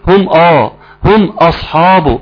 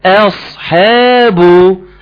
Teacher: رققت الهمزة وفخمت الصاد ثم رجعت تاني رققت الحاء · Shown in: second take